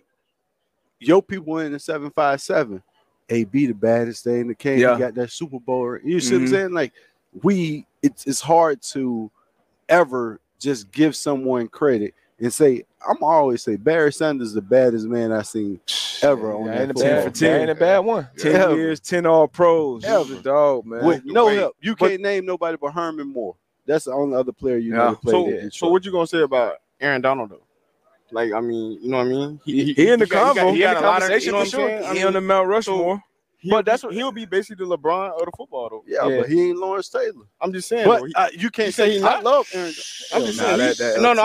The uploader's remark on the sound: Live from Media Row at the Super Bowl